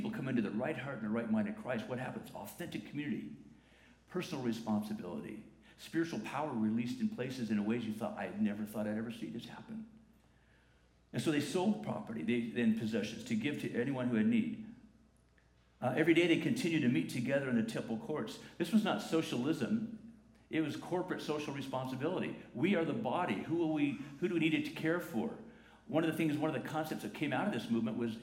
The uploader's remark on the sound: La Jolla Community Church held its Annual Congregational Meeting right before the recording of this service. This is a recording of the 10:45 am service on Sunday, May 19, 2019.